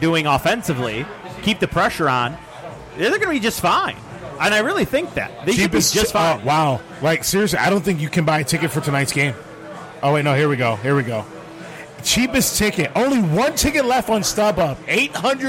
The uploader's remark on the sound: In The Box 06-03-2017 Live from Old Shillelagh.